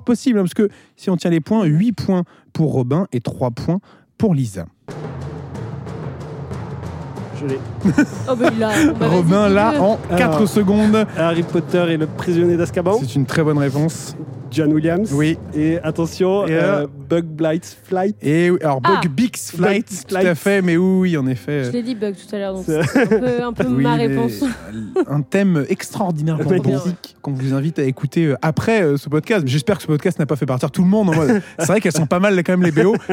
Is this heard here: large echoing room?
no